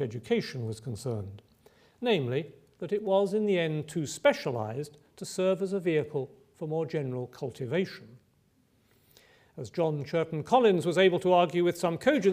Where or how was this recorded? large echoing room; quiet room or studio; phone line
large echoing room